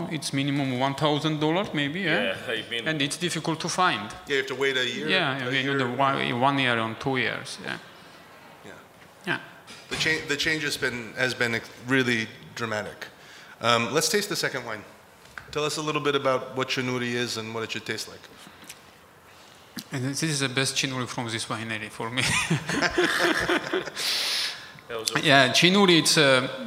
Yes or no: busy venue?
yes